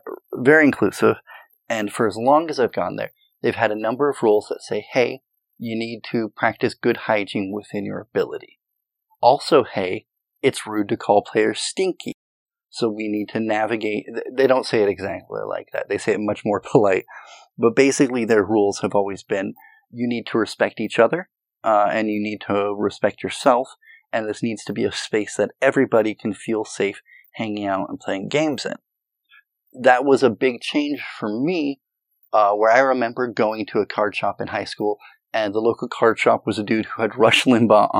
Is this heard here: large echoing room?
no